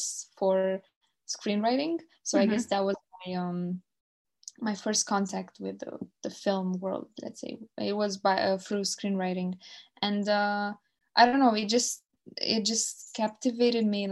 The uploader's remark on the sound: This interview was recorded on Zoom therefore apologies in advance for any glitches in the sound quality/editing. Sorry not sorry for the appearance (audibly at least!).